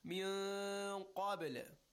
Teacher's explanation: Qaf again is a tafkhim letter. Rounded mouth and a heavy sound.